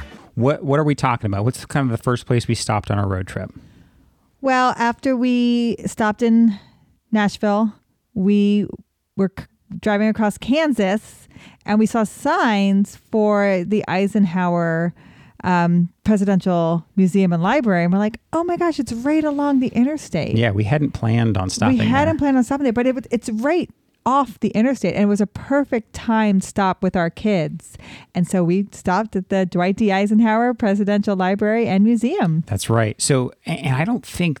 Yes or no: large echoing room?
no